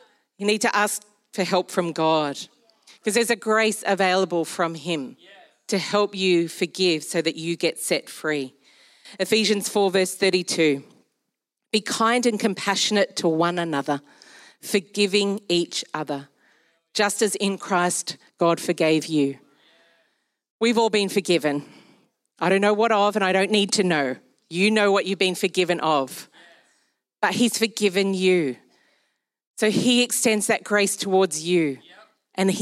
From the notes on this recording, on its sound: Recorded during our Melbourne East service